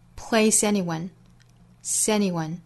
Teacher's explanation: Replace 和 anyone 之间连读，辅元连读。